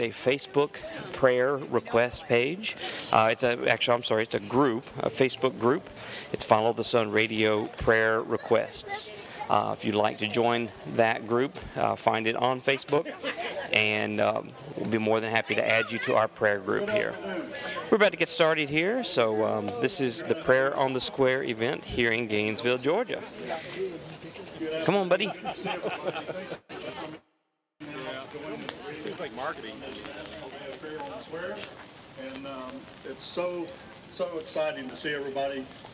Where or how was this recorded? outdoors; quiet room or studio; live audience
outdoors